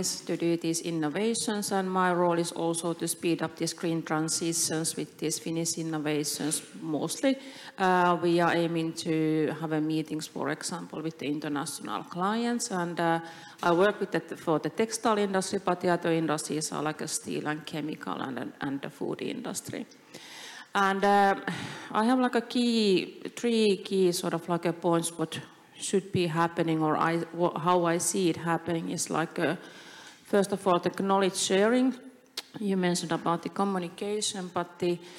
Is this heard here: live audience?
yes